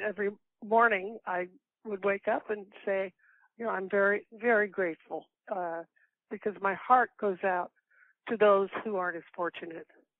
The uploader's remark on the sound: A Phone Call